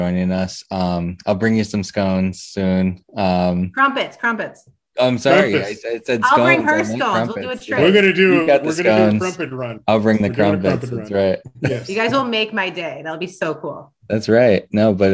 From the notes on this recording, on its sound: Recorded Live on Zoom.